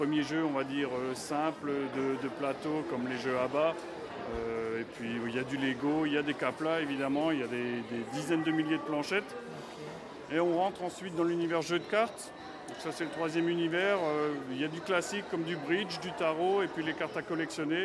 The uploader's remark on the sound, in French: Festival des jeux Happy Games de Mulhouse. S'est rendu à Mulhouse pour le festival Happy Games et en profite pour nous le faire découvrir.